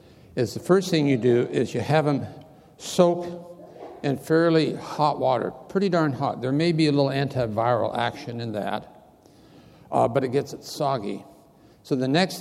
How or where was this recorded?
live audience